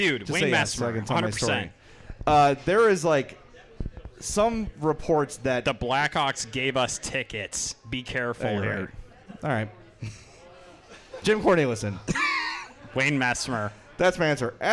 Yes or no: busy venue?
yes